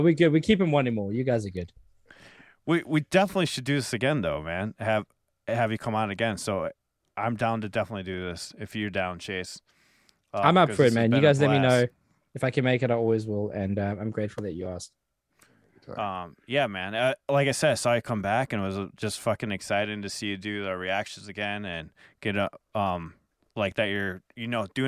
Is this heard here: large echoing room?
no